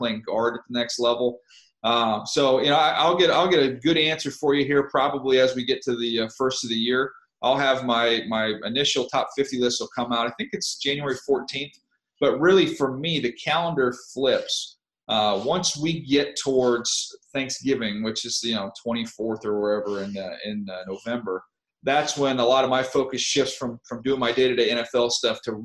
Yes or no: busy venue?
no